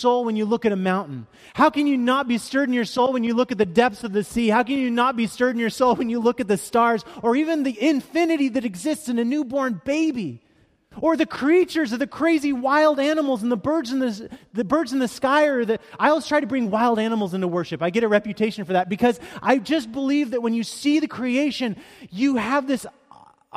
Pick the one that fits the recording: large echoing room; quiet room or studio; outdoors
large echoing room